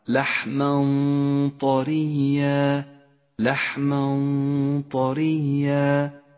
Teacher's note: غنته مفخمة لأن حرف الطاء الذي بعد التنوين حرف مفخم · Term: غنة الإخفاء المفخمة